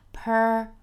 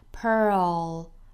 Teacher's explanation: 美音的话呢是舌头首先是卷着的状态